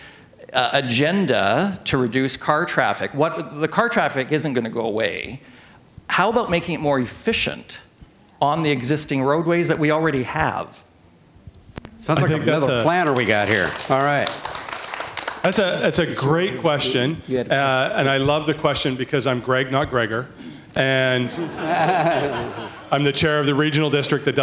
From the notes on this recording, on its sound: The forum included a lively discussion with a panel of prominent Canadians actively involved in transportation issues in the Metro Vancouver area. More than 175 people showed up for the panel discussion and weighed in with a variety of questions, concerns and suggestions.